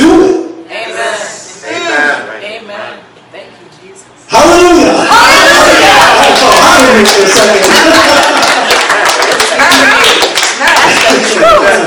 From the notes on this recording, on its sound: Please forgive the audio quality.